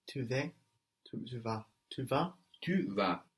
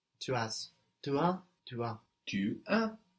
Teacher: So if you pronounce that va without the V sound, we will get you have. · Shown in: second take